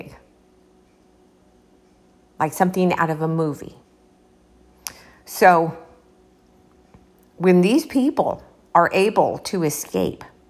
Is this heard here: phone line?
no